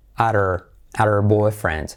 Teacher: T como R suave, saltamos la H